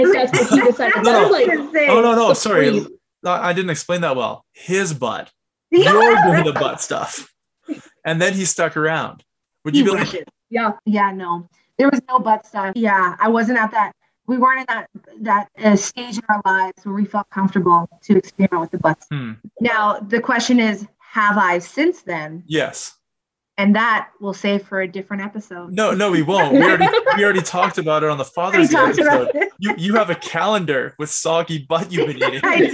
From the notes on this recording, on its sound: First off, we are sorry about the sound issues. We had a microphone problem and did the best that we could with it.